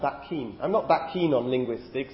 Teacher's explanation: we have assimilation in the sense of the two consonants that are produced sort of merge in one place. We have an assimilation as in a place of articulation assimilation.